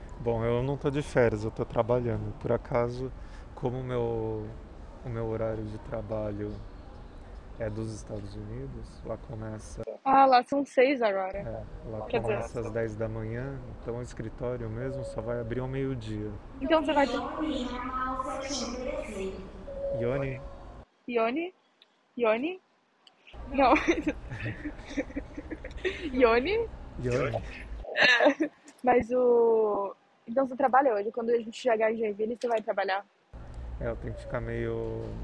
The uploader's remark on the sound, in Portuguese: AO VIVO DO AEROPORTO DE VIRACOPOS!!!